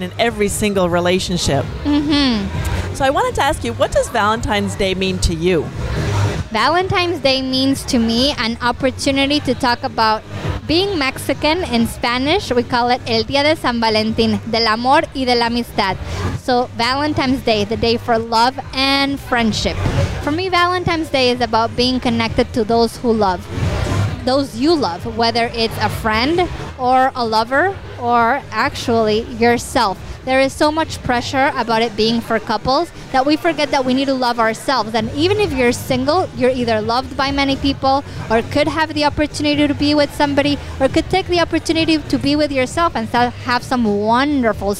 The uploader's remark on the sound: Join us on location from Niagara Falls, at the 11th annual Valentines in Niagara Couples Convention, with 600 hedonists, all celebrating Valentine’s Day the lifestyle way...